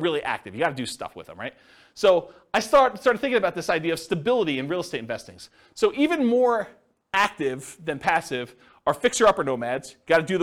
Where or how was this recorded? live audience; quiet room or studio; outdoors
live audience